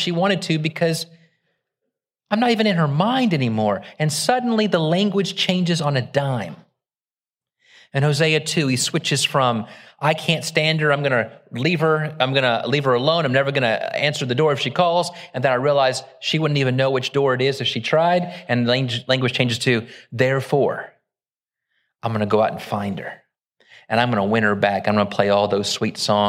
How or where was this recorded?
large echoing room